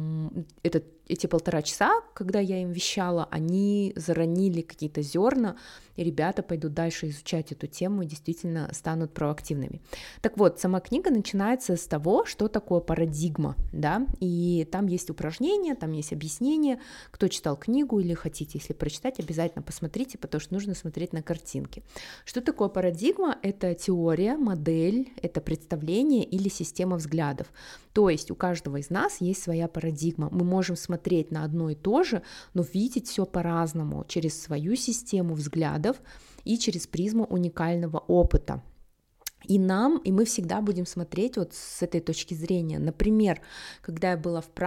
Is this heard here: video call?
no